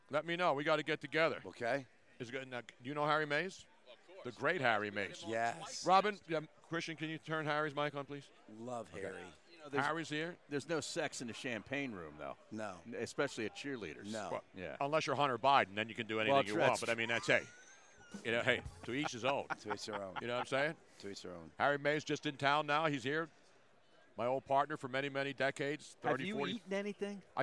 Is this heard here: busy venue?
yes